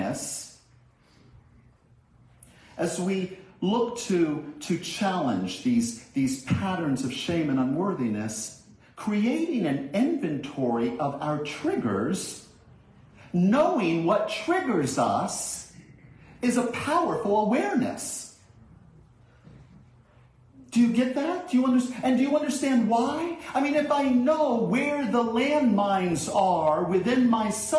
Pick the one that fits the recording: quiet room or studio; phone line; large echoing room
large echoing room